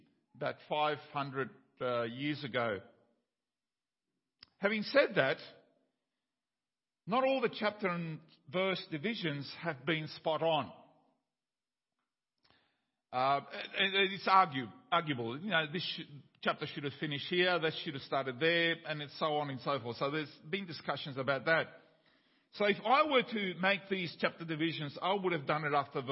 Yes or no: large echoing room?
yes